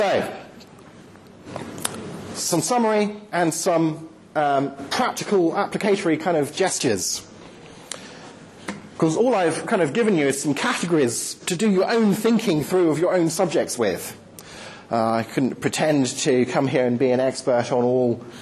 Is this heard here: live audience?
yes